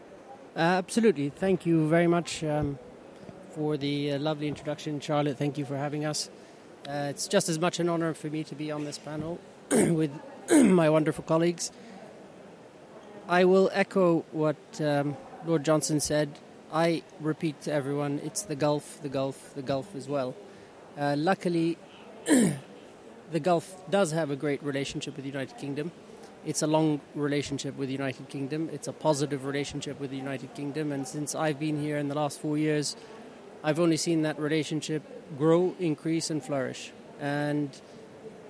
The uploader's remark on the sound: CMEC AT CONSERVATIVE PARTY CONFERENCE